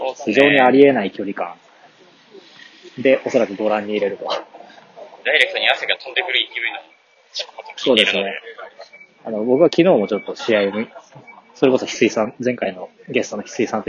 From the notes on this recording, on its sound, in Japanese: 外収録で音質が悪いことをご了承ください。